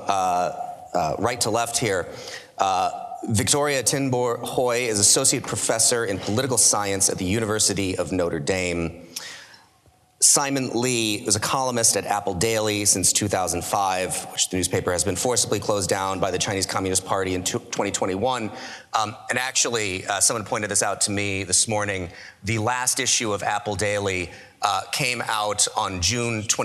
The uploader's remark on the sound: For this episode, we’re presenting the final evening plenary from Acton University 2022. This plenary was a panel discussion.